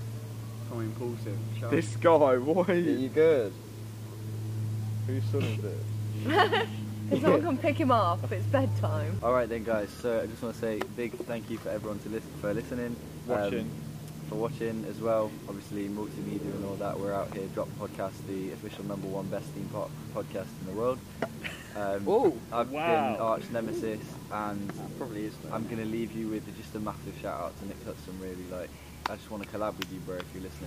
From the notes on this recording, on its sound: On-Location at ALTON TOWERS. LIVE from the Enchanted Village at Alton Towers.